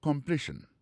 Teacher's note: Pou completion nan li menm, aksan tombe sou deuxième syllabe la.